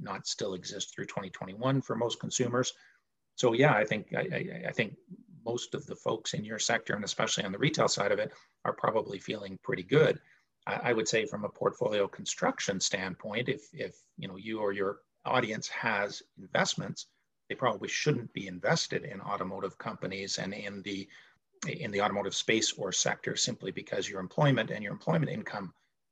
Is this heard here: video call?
yes